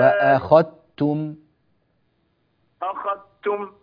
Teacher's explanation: الذال لا يوجد لها أثر قط أبدا، لا بدءا ولا وصلا ولا وقفا. هذه الذال مدغمة تماما في التاء، أخذت من خاء لتاء مباشرة